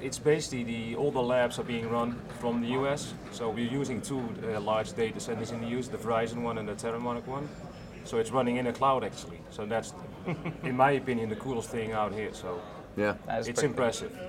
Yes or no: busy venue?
yes